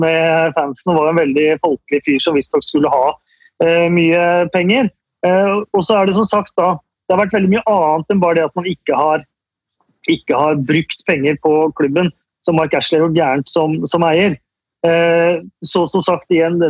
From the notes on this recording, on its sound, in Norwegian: Vi er tilbake på norsk, denne gangen med god, gammel internettopptakslyd!